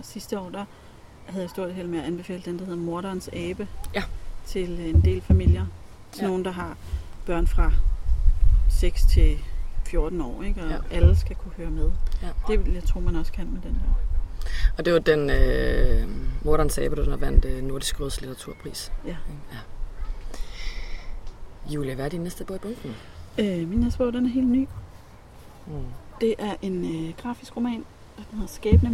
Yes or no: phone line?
no